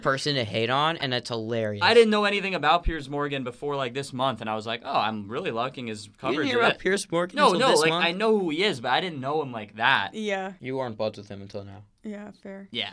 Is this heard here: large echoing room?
no